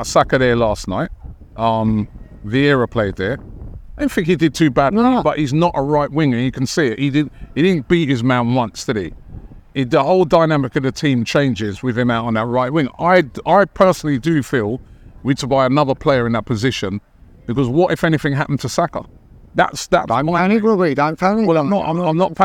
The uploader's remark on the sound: Special Live From Arsene Wenger Statue Unveiling!